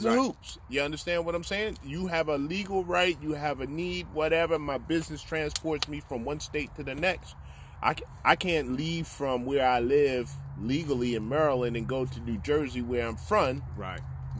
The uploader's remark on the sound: We sit outside. By the fire with our sticks and a glass of well you know.